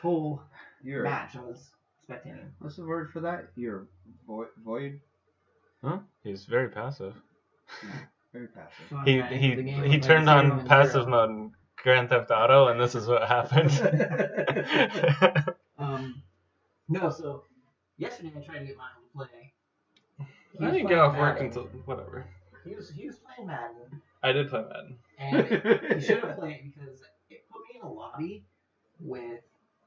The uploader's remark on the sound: Is suffering a bad connection from the microphone but we didn't want to not use the episode. With the different levels of sound.